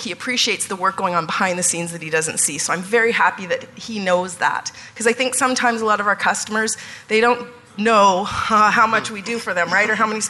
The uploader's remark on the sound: Live Broadcast at the The IPBC IGNITE Conference